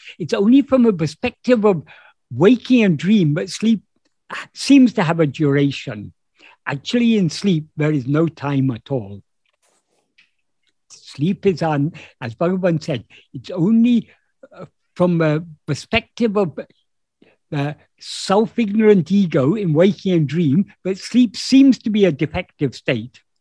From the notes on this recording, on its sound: In a Zoom meeting of the ‘Ramana Maharshi Foundation UK’ on 9th April 2022